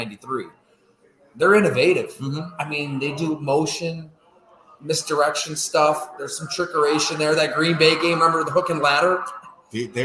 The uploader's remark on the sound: I discuss live at Fattey Beer Company in Hamburg